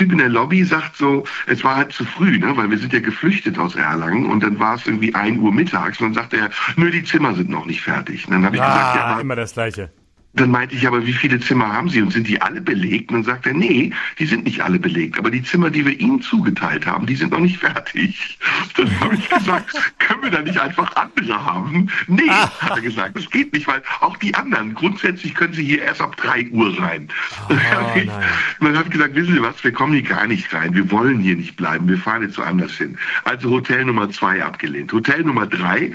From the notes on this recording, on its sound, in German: Aufgrund diverser Hotel-Widrigkeiten in mehreren Städten nun per Telefon zugeschaltet ist.